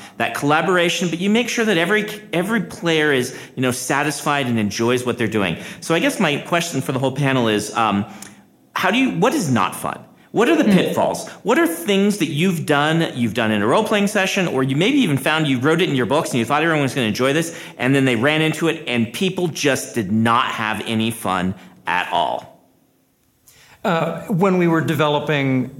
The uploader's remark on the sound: This episode was recorded live at LTUE